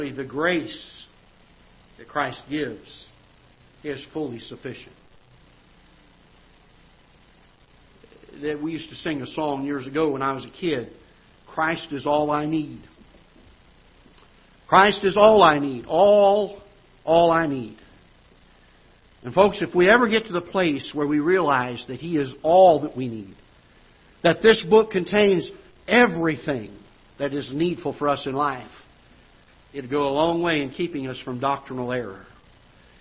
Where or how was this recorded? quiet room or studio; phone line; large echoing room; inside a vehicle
large echoing room